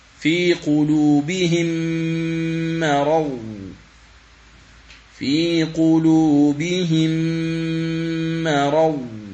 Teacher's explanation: وفي الاصطلاح عرفنا بأن الإدغام هو إدخال حرف في حرف بحيث يصيران حرفا واحدا مشددا من جنس الثاني، وهذا الذي حصل في هذه الكلمة في قلوبهم مرض، فصارت الميم الأولى في قلوبهم مدغمة في ميم مرض مع التشديد والغنة بمقدار حركتين، وتعطى حركة الميم الثانية وهي الفتح هنا، وهي الفتح هنا.